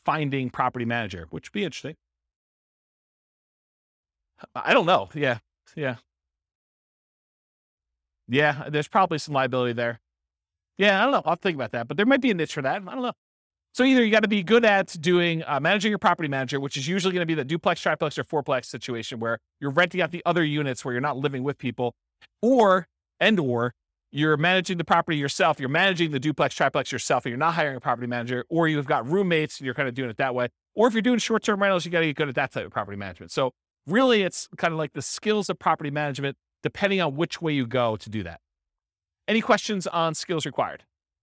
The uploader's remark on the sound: This was a live class recorded